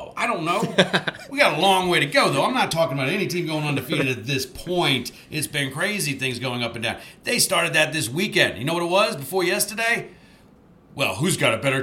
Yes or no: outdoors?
no